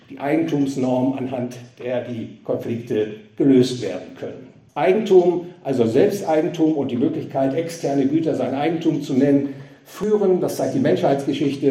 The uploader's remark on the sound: gehalten auf dem Fondskongress in Trier